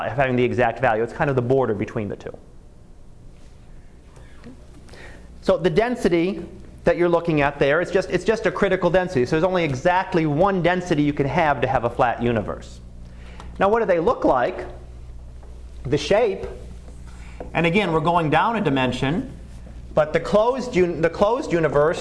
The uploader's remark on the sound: Live Class Lecture